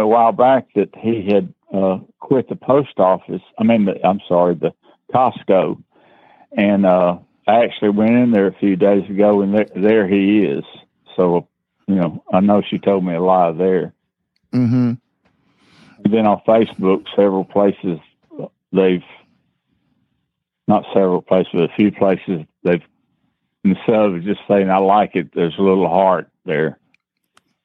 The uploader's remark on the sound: Plus, your LIVE calls to answer your Catholic marriage problem questions.